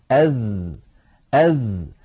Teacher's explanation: الذال حرف يخرج من طرف اللسان مع أطراف الثنايا العليا، يعني هذا اللسان وهذا طرفه وهذه الأسنان العليا وهذا طرفها، نضع الطرف على الطرف. · Term: حرف الذال